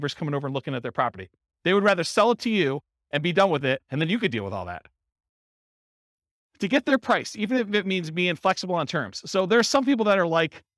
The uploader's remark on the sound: Real estate entrepreneurs in Charleston, West Virginia. This was a live class recorded. The live in-person version.